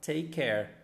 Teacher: a gente junta o finalzinho do take, esse k que tem na palavra, com o comecinho do care. Também, como são, é o mesmo som, a gente vai falar take care, junta tudo, take care, ok?